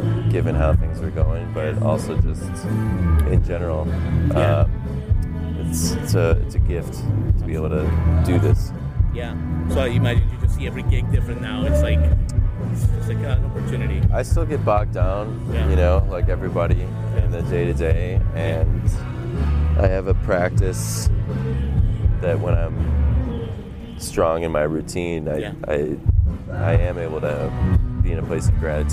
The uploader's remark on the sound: Live from Highlands, NC, the home of Bear Shadow Music Festival